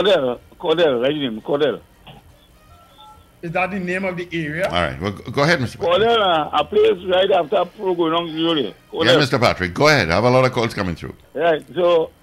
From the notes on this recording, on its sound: we take more calls from the audience